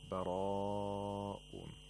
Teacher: Mad wajibul muttasil. It is necessary that we lengthen this mad to at least four vowel counts, and at most five vowel counts.